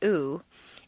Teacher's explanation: The oo sound is located far forward in the mouth and requires you to round your lips. · Term: tense vowel